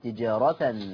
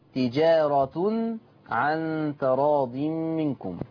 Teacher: قرأ حفص بنصب التاء، بينما ورش عن نافع قرأ بضم التاء